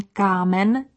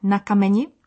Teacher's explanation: Note that the long vowel changes in the plural and other cases into a short one.